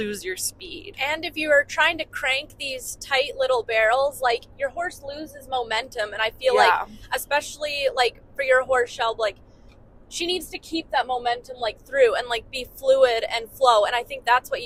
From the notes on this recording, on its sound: On a late night drive home from Claresholm, Alberta. In the truck they discuss.